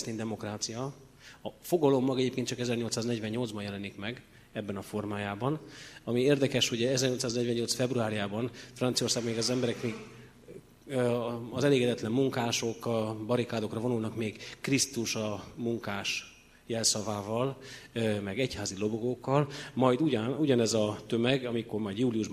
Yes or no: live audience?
yes